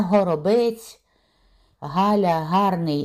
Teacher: «гей» в норме произносится так же, как украинское фрикативное «г»